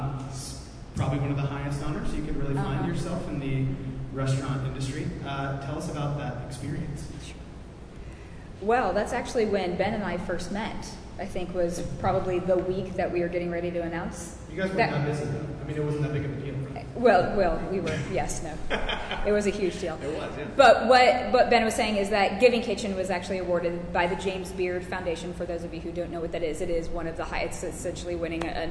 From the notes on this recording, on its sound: At General Assembly last month. The recording was done LIVE in the main room, so it may be a little hard to hear in places. The Q&A portion at the end.